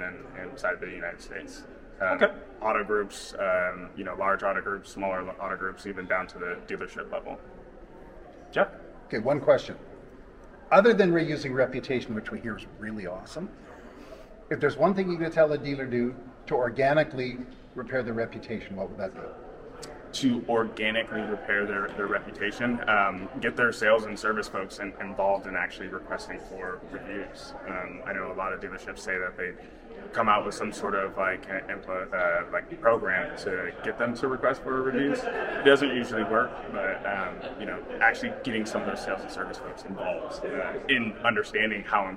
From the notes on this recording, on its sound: at the Driving Sales Conference in 2022, live.